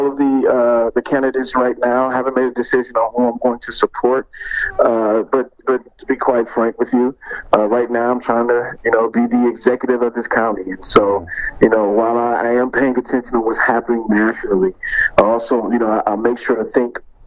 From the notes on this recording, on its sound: The interviews were all conducted separately, all by phone, largely asking the same questions, Q&A style.